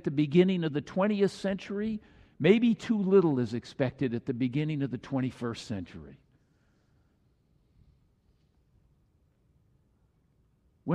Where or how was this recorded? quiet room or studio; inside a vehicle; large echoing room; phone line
large echoing room